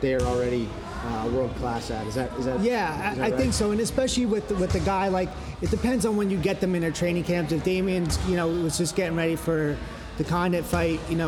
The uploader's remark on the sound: This interview was recorded at Edge Hoboken. Apologies for the background noise. We had just gotten off the mat and classes were going on.